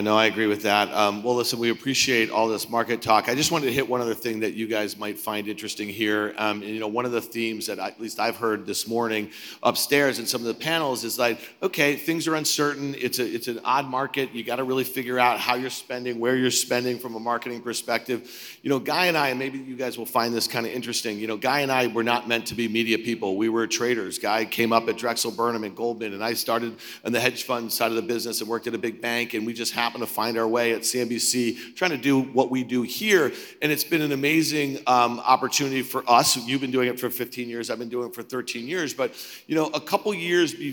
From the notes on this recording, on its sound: speak at the Zeta Live conference